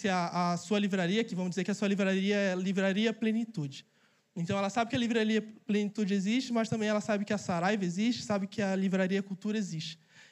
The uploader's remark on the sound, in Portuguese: Mensagem capturada ao vivo no evento Imersão Negócios do Reino.